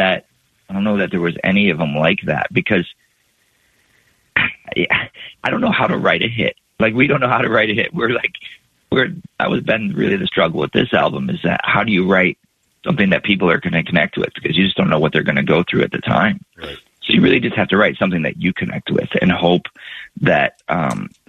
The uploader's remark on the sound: UFest Call